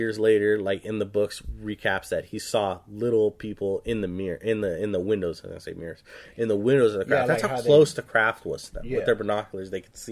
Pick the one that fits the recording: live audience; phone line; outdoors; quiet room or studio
quiet room or studio